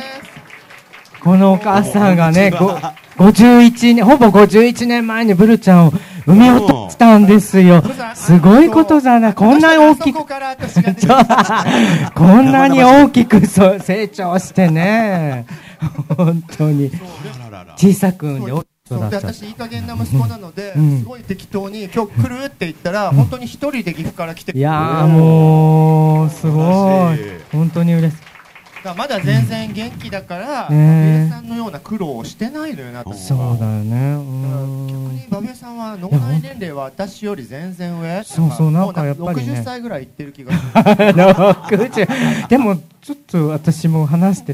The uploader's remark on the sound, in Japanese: ジョソラジ祭。公開収録。